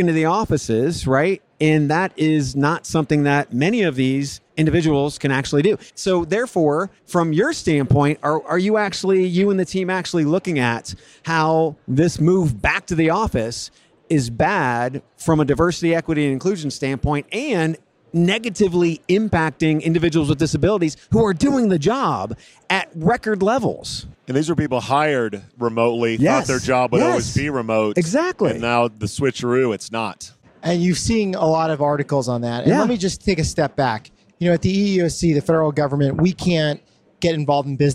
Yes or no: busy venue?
yes